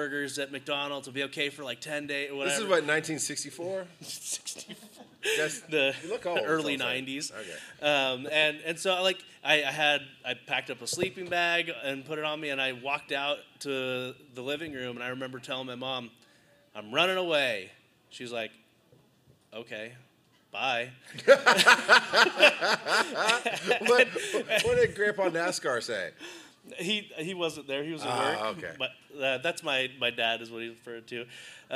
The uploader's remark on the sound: Join us as we take you on a journey through the electrifying atmosphere of Dragon Con in Atlanta, GA. This wasn't just a podcast recording; it was an interactive spectacle that had the audience on the edge of their seats! This live show at Dragon Con.